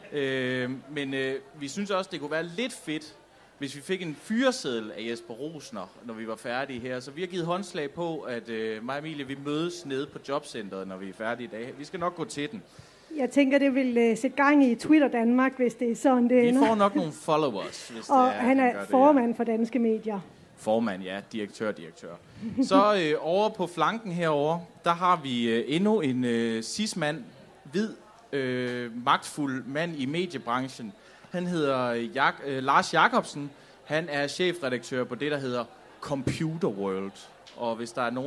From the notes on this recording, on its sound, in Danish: LIVE fra Aarhus Festuge.